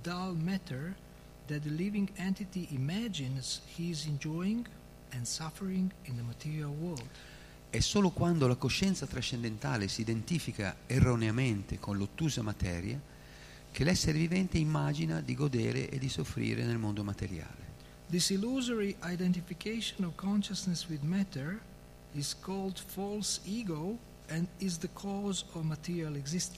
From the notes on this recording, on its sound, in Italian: in diretta dal Tempio di Villa Vrindavana